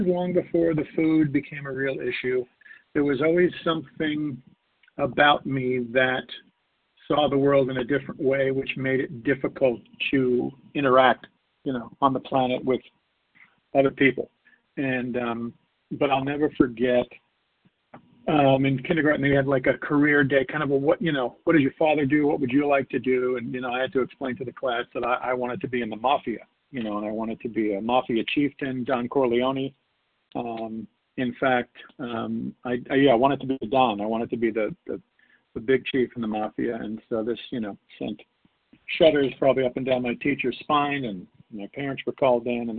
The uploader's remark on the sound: 100 Pounders Phone Meeting on 12/6/20